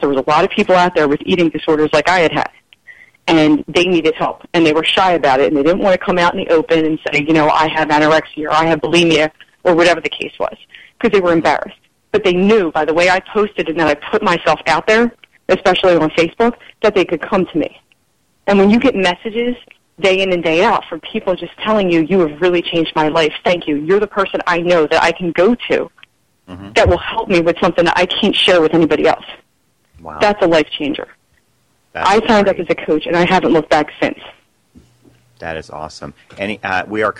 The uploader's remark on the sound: Several people called into the show